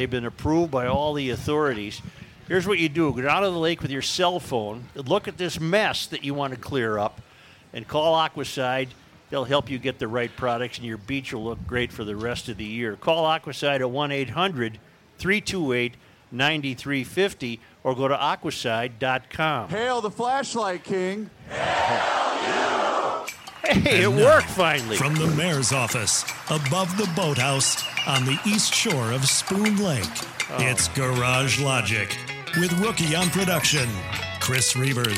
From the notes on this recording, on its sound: Day 2 live at the MN State Fair!